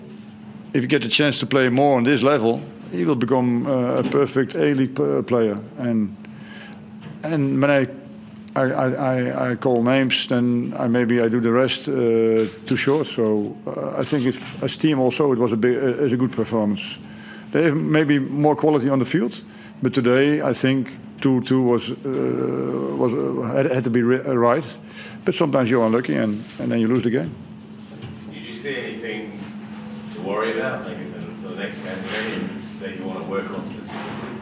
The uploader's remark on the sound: Hyundai A-League 2019/20 Round 1 post match press conference. At Coopers Stadium.